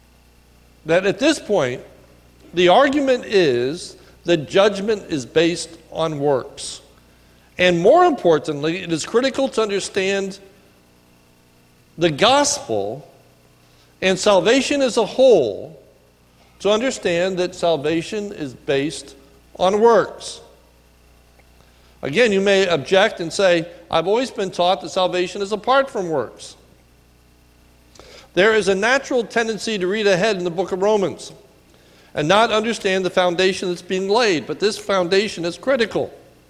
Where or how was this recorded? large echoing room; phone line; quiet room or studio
large echoing room